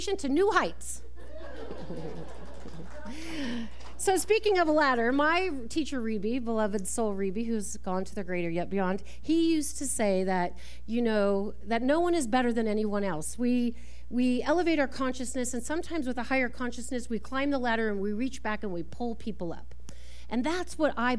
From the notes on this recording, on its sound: This talk was recorded live at the Center for Spiritual Living Prescott on November 5, 2023.